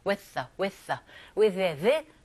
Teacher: 그리고 with the 할 때도 사실상 강세는 없지만 발음을 해야 되니까 with the, with the, with the, the 겹자음이죠. 위 발음하시고 더로 넘어가시면 돼요.